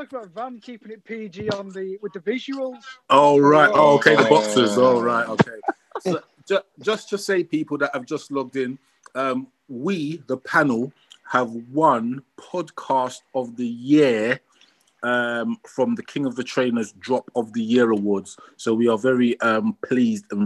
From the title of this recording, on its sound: The Panel Clubhouse Session